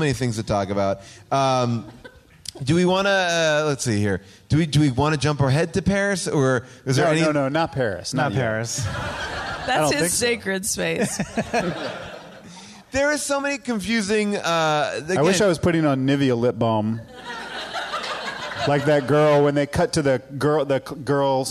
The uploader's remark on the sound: Recorded LIVE at Largo in Los Angeles